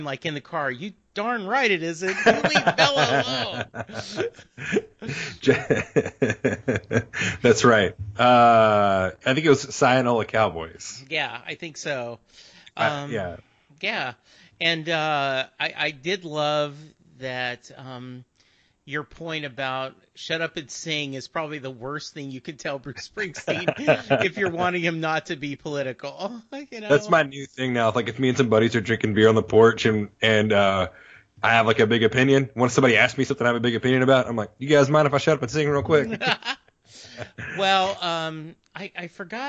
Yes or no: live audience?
no